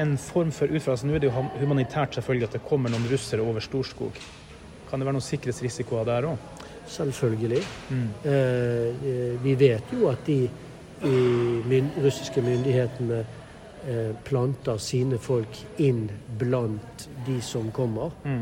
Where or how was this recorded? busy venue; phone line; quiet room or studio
busy venue